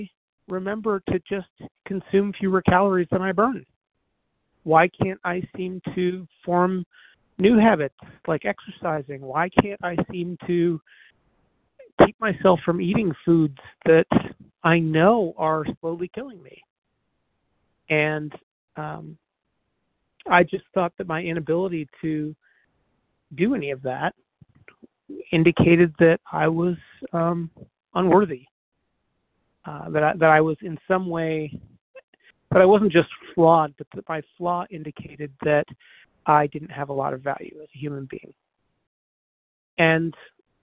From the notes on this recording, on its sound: 100 Pounders Phone Meeting